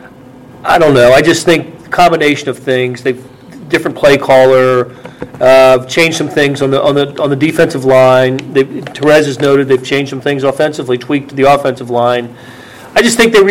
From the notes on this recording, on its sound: live from Arrowhead Stadium